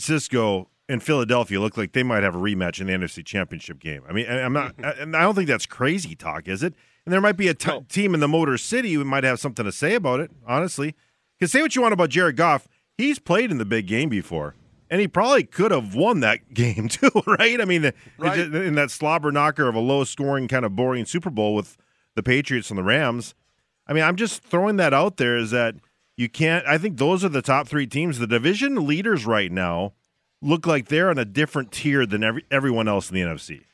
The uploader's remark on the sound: broadcasting live from Bulldog Tap